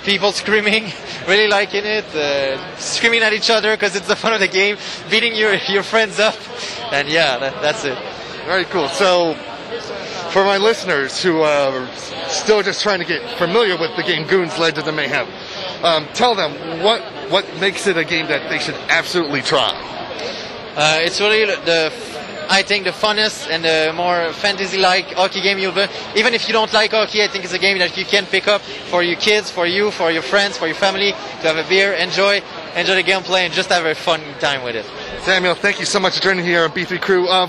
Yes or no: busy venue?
yes